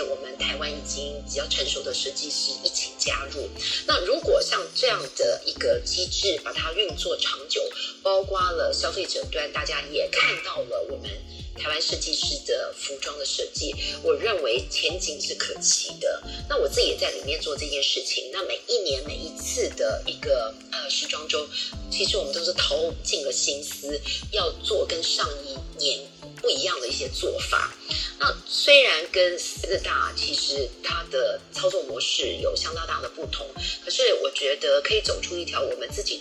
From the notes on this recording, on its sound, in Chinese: 本集採線上錄製